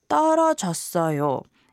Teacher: When you drop the intonation at the end and say 떨어졌어요, it would become a polite statement